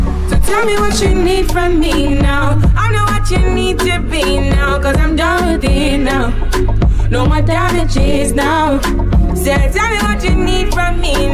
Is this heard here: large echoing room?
no